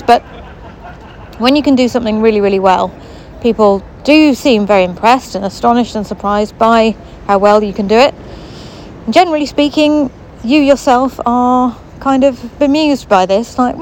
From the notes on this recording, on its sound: Walking around the park behind the hospital